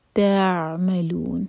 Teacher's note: عین ساکن پر تھوڑا سا ٹائم دیں گے تاکہ عین پر جھٹکا نہ ہو